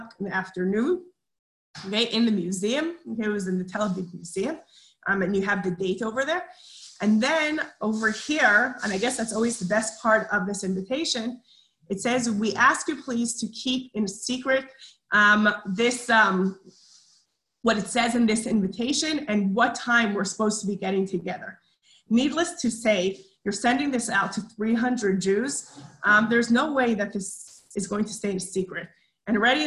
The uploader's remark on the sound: Zoom Class